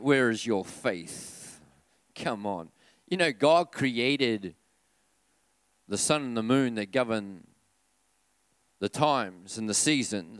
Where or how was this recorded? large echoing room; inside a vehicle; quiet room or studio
large echoing room